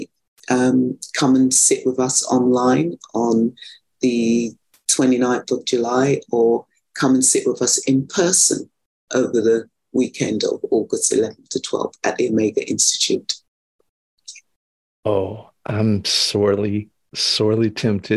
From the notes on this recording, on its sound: Recorded 7.2.2023 in Raleigh, NC and Gibson, BC on Zoom